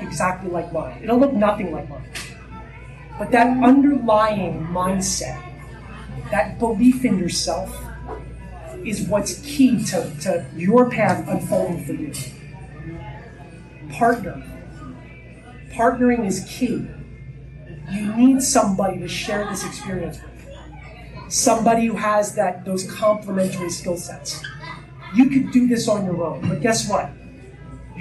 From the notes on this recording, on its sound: At an in-person real estate investor meet-up. This LIVE was recorded at a Real Estate Investor Meet-up Presentation.